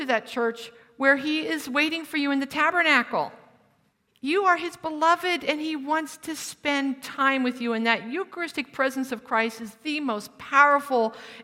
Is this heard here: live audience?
yes